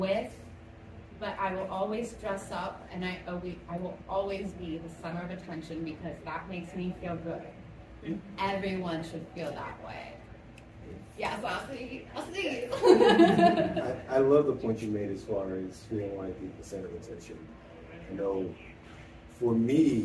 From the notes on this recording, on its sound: The live panel from Blerdcon 2023. The interactive discussion between panelists and attendees.